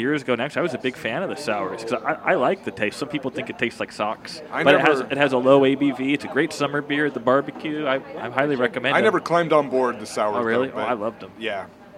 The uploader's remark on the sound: Recorded live at Duchess Tavern in Ravenna where belligerent Huskies and an occasional mass murderer are known to hang out. Recorded live at Duchess Tavern on 01/02/2022.